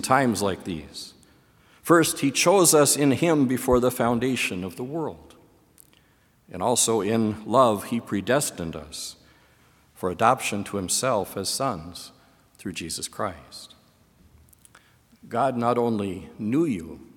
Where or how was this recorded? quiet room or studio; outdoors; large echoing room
large echoing room